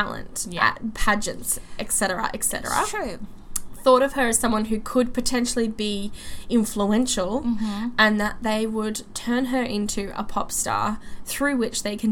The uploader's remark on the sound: We're sorry for the fan noise.. It's Summer and we'll die without it.